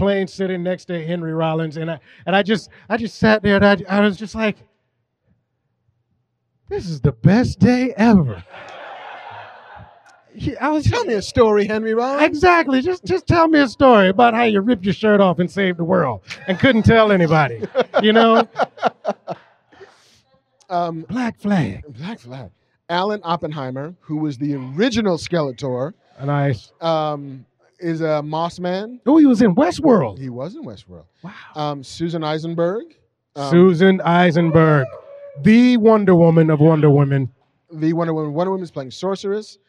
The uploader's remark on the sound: live from the Scum and Villainy Cantina in Hollywood, CA